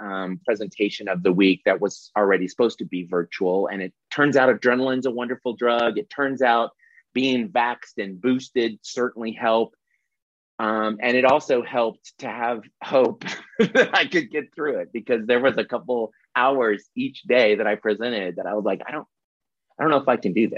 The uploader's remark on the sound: This is the audio replay of the monthly Zoomy Zoom